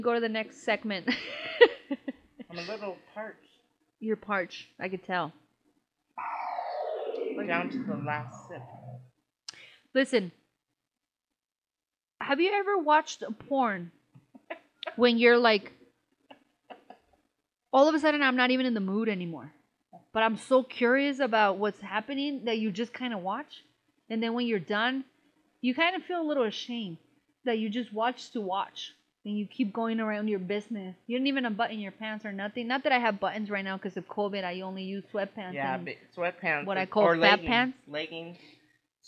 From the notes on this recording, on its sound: Sorry about the audio